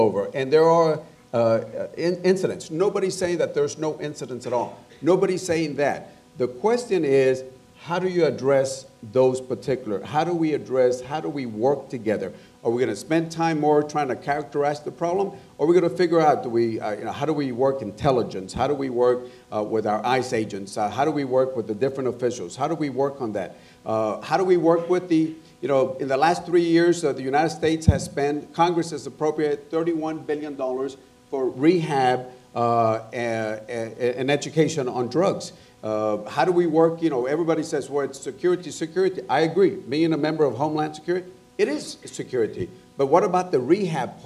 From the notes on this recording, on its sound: panel at The Texas Tribune Festival